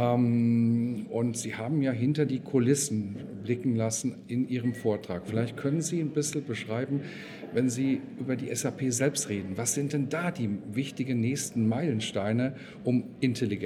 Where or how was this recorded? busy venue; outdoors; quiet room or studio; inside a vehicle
busy venue